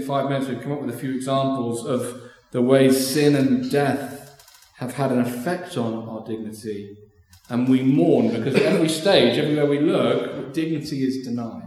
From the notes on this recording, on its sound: Recorded Live stream 10am 'Learning for Life' from Binscombe Church (BWS) 10th December 2023